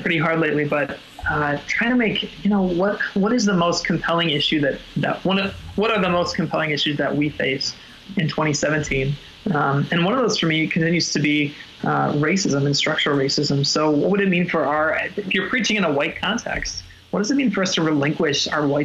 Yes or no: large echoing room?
no